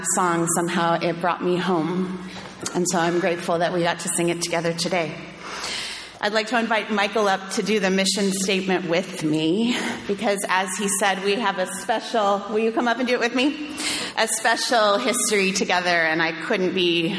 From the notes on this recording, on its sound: sermon delivered on July 30, 2023